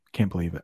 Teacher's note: when I'm talking normally, like a lot of times we don't say that T at the end